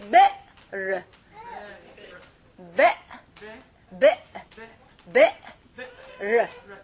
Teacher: The hamza, stop after the hamza. Then continue the word.